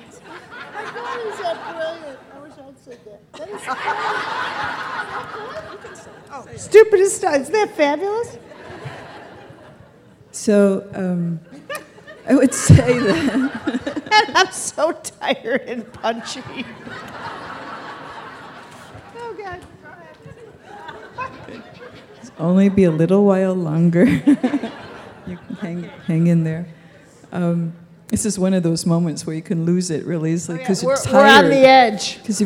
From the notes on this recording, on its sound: Keynote from the Being Fearless Conference, NYC 2004